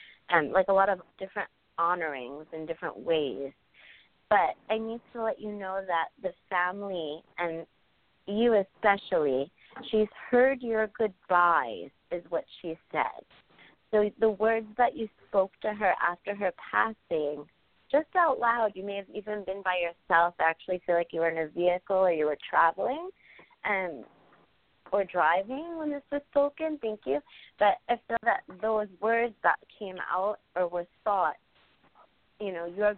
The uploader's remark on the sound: During this special live reading show, they will be taking your calls for readings & questions.